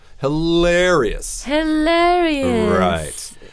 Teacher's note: make that A a little bit longer